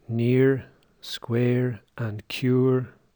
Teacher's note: these centering diphthongs are not diphthongs in American English or other types of rhotic English